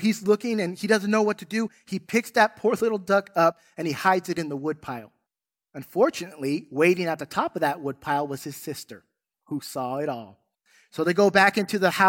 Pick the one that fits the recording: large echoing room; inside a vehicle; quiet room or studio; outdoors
large echoing room